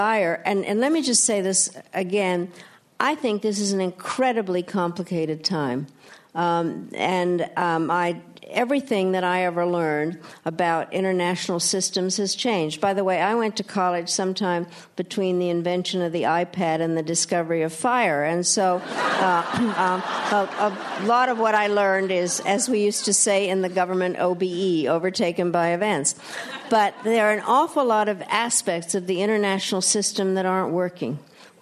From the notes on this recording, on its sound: We take you inside the Q&A session of RJ Julia's recent live event. At the Yale School of Management.